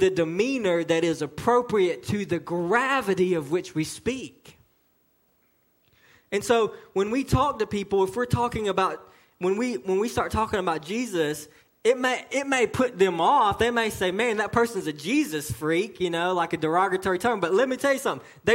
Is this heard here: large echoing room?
yes